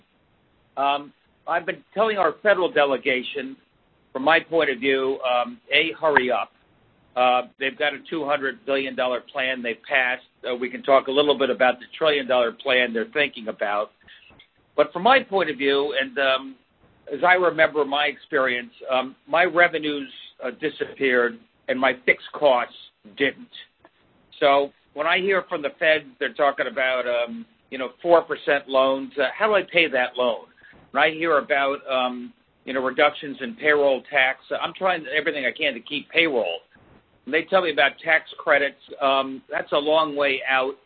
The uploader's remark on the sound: Conference Call